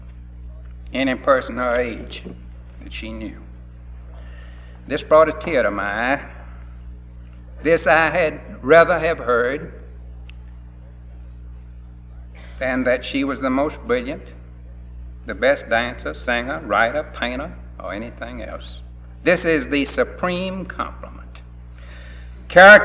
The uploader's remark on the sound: gives a speech at the Rally for God, Family and Country July 1965 in Boston